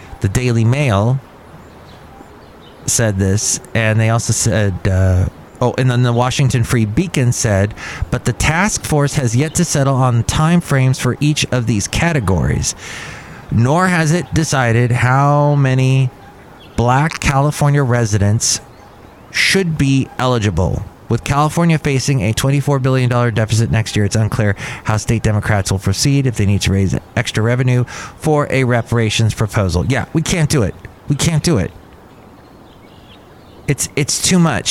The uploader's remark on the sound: podcasts live from Cafe Anyway